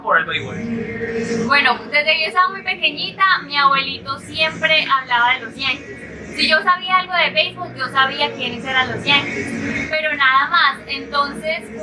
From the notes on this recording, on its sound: escuchamos parte de lo que fue el evento del podcast en vivo a solo dos calles de Yankee Stadium